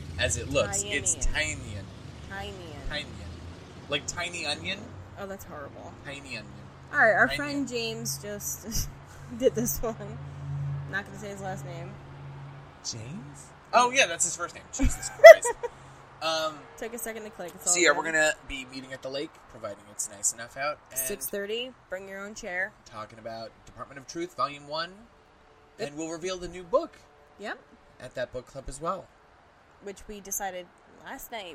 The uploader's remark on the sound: We experiment with a bad idea and record an episode in person outside.